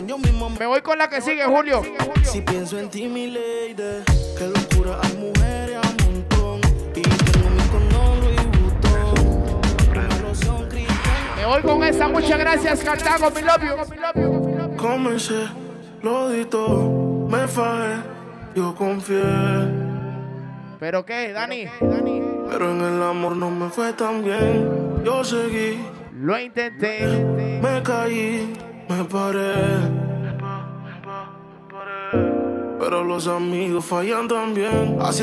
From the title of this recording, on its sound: LIVE AT CARTAGO BAR NEW YORK